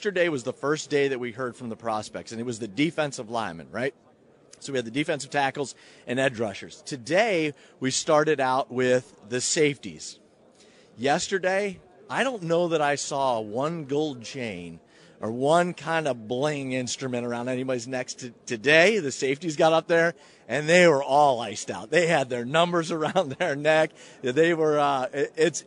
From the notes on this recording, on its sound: Join the show as well live from the Draft Combine.